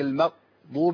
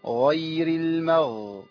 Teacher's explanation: نمشي بس صوت في الغين شوية عشان حضرتك لو أنا عملت قلت المغضوب زي ما هنشوف بعد كده في حرف الغين يبقى أنا كده بقطع صوت في الغين، والغين فيها صوت بيجري · Shown in: second take